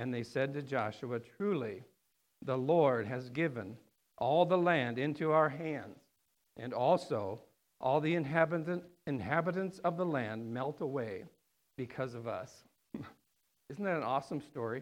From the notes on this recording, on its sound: on September 29th, 2019 at The Well, an Acts 29 and Converge Heartland Church in Hastings, NE